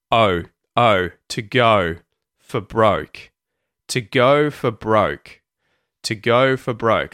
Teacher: work on that Australian O sound as well, that diphthong that gives so many of you a bit of a headache.